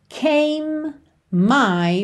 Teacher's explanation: Você junta came my num M só.